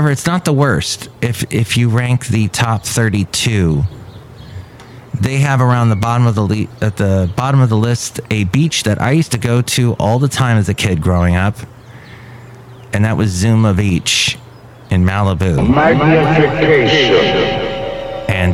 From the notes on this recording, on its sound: Podcasts live from Café Anyway.